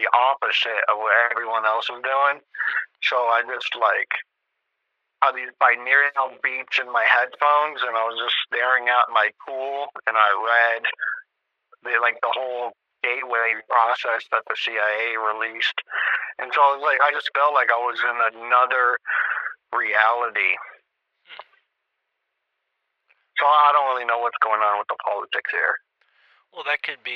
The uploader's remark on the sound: Call in Show. This is the 2023 year in review call in extravaganza.